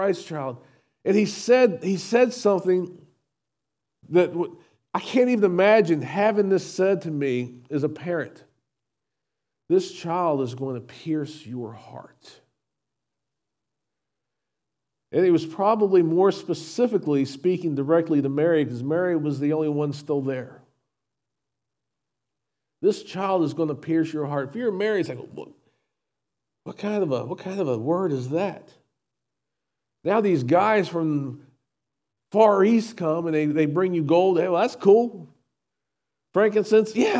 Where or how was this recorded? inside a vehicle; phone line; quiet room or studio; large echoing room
large echoing room